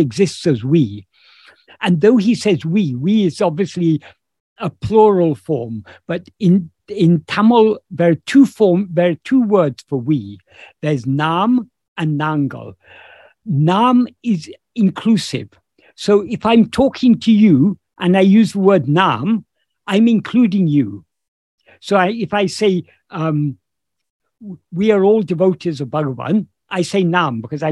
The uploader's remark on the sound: In a Zoom meeting with Ramana Kendra, Delhi, on 11th September 2022